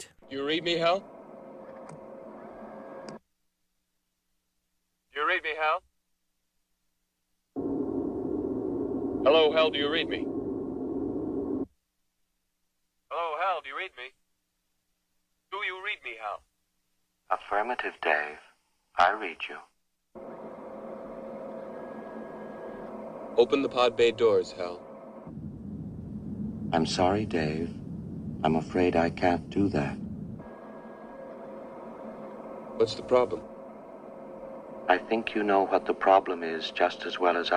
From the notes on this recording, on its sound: joined on the phone by political consultants